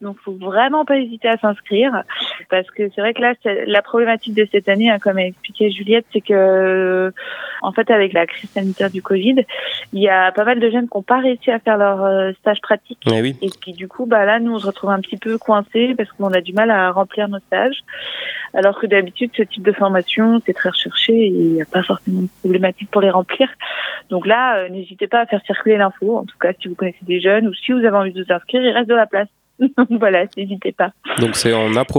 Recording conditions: phone line